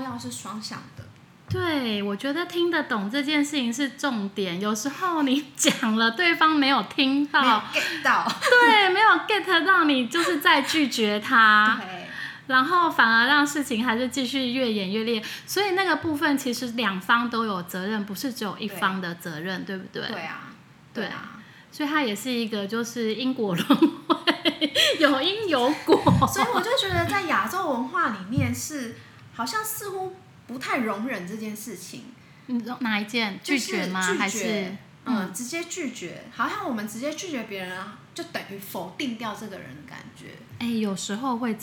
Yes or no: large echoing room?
no